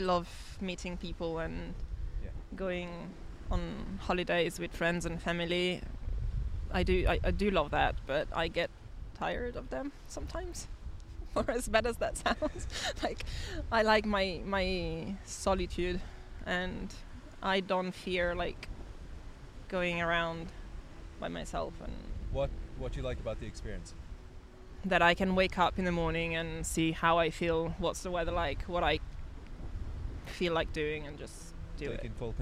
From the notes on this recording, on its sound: Apologies for the wind.